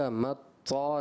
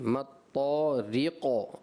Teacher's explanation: آخر میں جو قاف ہے کلکلا کے ساتھ پر بھی ہوگا · Shown in: second take · اور دونوں جو صفات ہیں صفت استعلاء اور صفت کلکلا یہ دونوں لازمہ میں سے ہیں، تو یہاں پہ دونوں کا خیال رکھنا ہے.